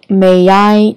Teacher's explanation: May 和 I 可以连读 May I 当中加了一个 y 的音